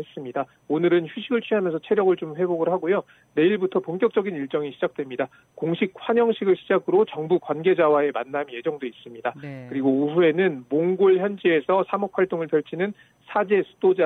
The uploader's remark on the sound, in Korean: 현장 연결